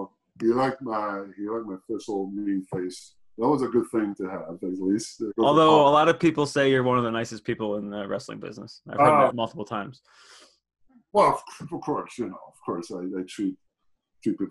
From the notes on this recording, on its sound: Recorded via Zoom